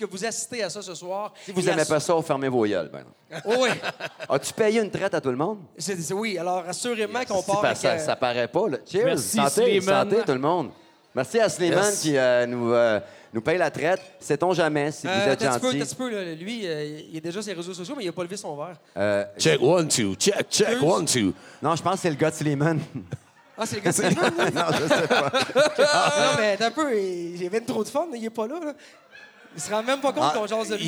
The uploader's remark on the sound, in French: Captation devant public a l’Etabli Brasserie Urbaine, Drummondville.